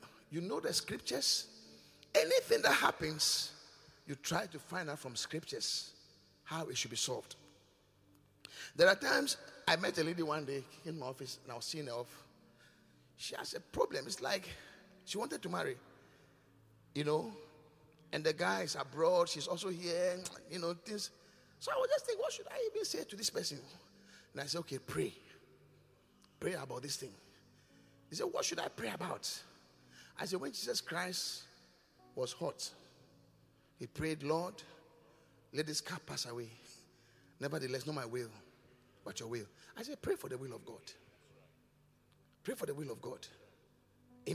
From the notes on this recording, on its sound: Preached at The Qodesh